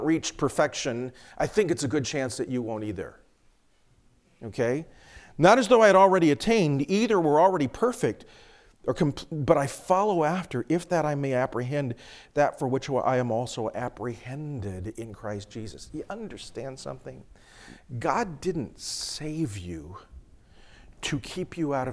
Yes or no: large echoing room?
yes